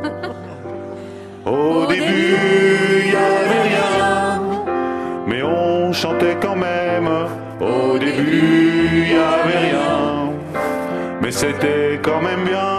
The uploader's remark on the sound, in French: Enregistrée en public à Beaubourg.